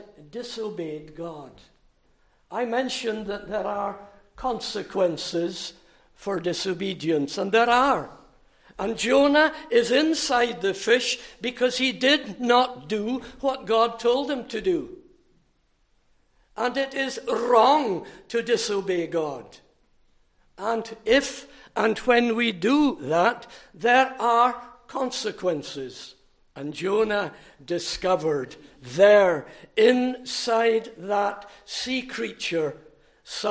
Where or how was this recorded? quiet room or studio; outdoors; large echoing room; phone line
large echoing room